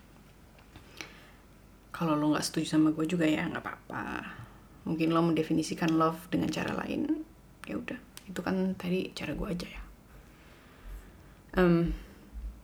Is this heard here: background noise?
yes